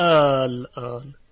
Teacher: که اینها مد طول دارن یعنی مد لازم و به میزان طول شش حرکت هست